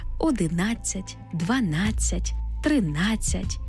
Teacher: У числівниках, які закінчуються на «нацять», наголошений звук «а».